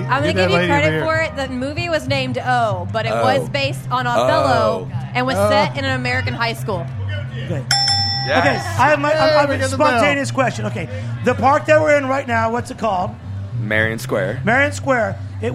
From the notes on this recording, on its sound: For our final broadcast from Charleston Wine + Food. We bring up two audience members.